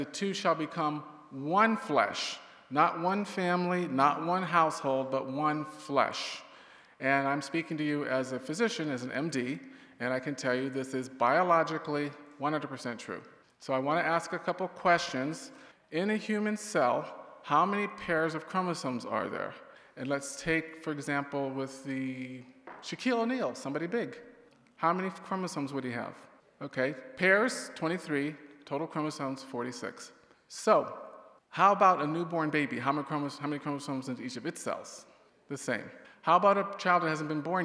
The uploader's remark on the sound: We’re highlighting remarks from IFI’s 2023 annual Worldview Conference, which was hosted at Village Church of Barrington.